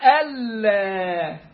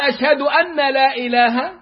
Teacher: نون ساكنة بعدها لام إدغام كامل بغير غنة · Shown in: first take · فلما أنت تقول أشهد أن لا إله غلط، أشهد أن لا إله غلط، أشهد لا إله غلط، لا أشهد ألا، ألا.